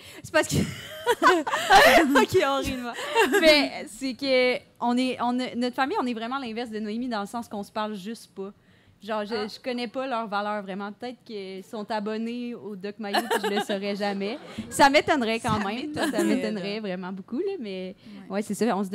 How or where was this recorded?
live audience